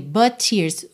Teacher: o T de but, já liga no T de tears